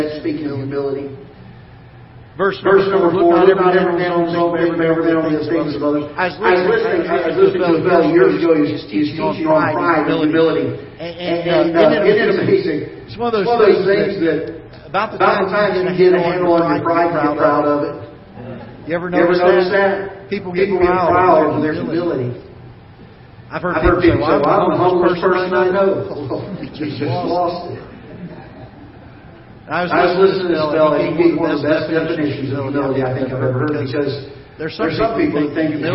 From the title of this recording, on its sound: Ketha Heights Baptist Church ~ Live Broadcast